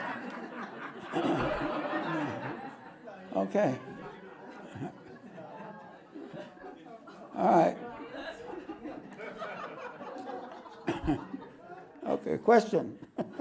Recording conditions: live audience